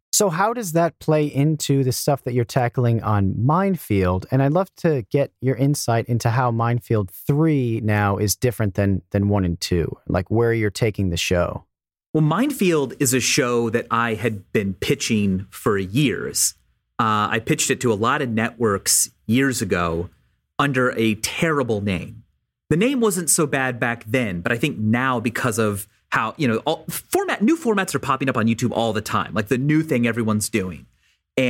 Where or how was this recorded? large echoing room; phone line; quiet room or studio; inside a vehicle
quiet room or studio